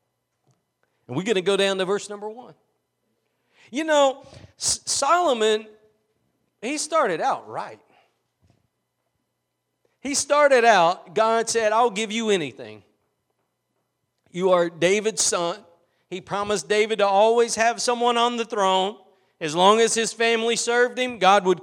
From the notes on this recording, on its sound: Preached at Gospel Lighthouse in Bossier City, La.